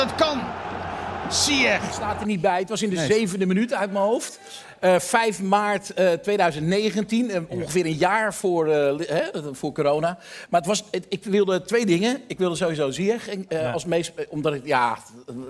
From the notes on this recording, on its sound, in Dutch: THEATERSHOW. Naar de Melkweg in Amsterdam voor de opname van de vijfde aflevering van seizoen twee. Gelukkig kwam er ook publiek en een aantal leuke gasten.